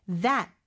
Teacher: That, 여기에는 마지막 T가 시옷받침처럼 돼야 되고요. TH는 유성음이에요.